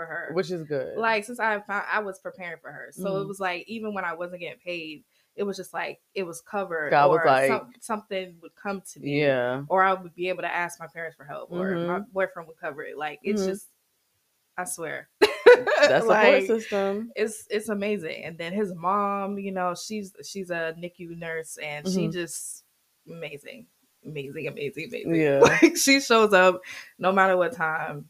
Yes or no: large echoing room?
no